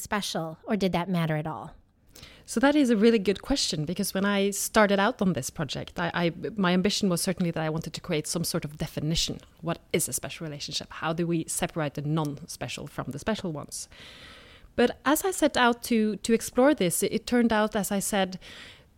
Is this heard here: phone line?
no